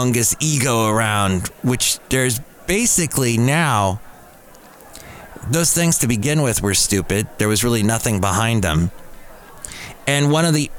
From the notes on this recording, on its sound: podcasts live from Café Anyway